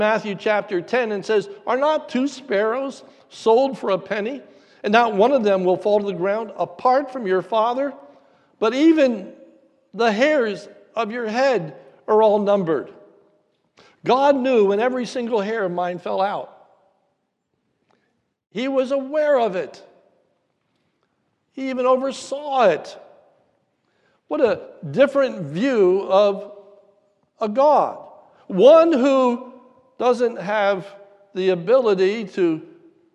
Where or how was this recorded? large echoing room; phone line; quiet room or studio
large echoing room